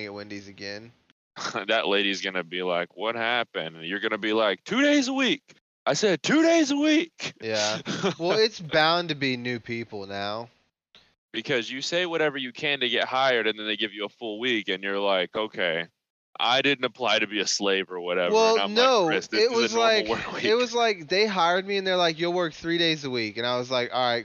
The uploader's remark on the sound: Work Phone Call Episode. Record a podcast over discord.